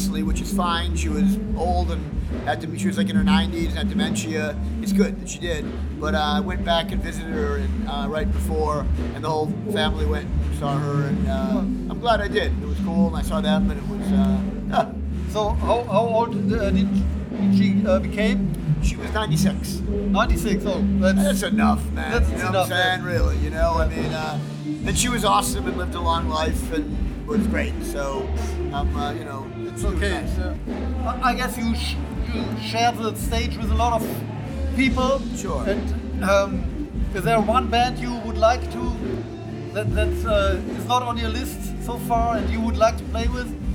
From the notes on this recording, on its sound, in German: als die Vorband bereits auf der Bühne stand